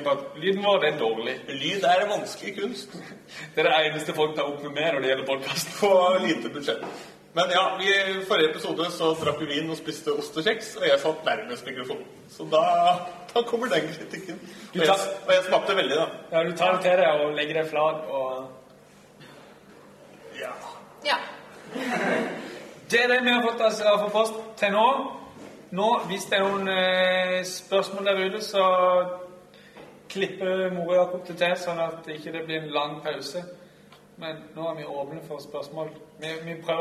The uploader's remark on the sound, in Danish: LIVE fra Oslo-forbundet. Publikum og god stemning.